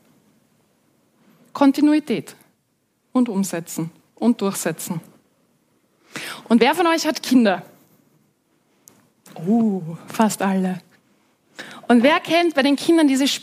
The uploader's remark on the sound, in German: die Audiospur einer Veranstaltung in Frankfurt